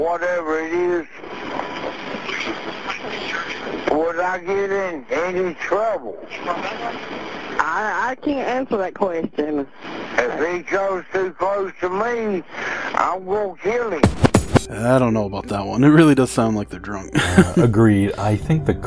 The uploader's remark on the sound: Original Call Recording. North Carolina Calls. As we all know, emergency services record all incoming calls.